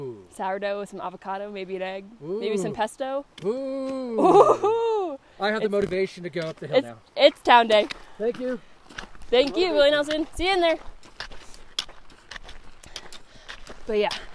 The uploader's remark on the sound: decided to do a solo pod while hiking!